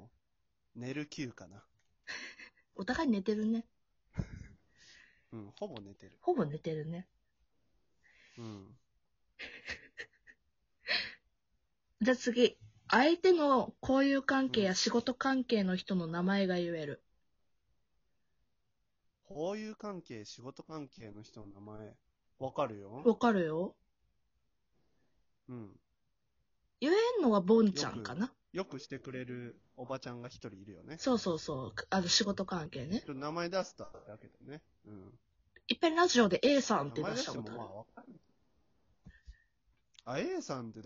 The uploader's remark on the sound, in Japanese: From Radiotalk。リモート トークをしました。音声バランスが難しいー。